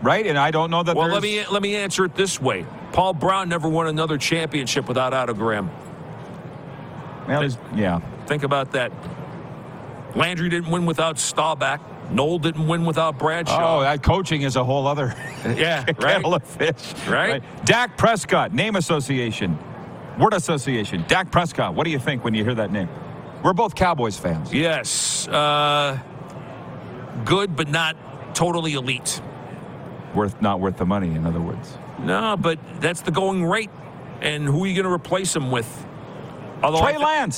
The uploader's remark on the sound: LIVE from Radio Row at Super Bowl in Las Vegas, Nevada! Live guests right in the heat of the action!